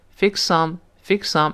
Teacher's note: 那个 fix 有一个 s，some 又是 s，这两个 s 并成一个了